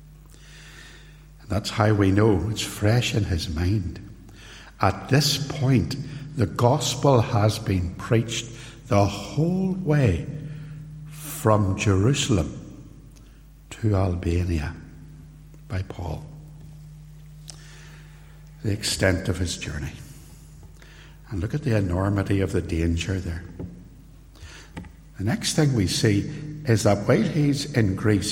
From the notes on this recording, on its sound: Recorded live at Templepatrick Reformed Church